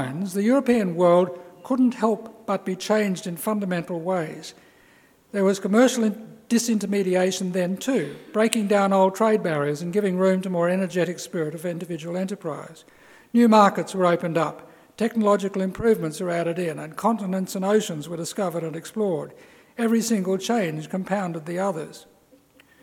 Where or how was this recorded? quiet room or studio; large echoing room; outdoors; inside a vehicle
large echoing room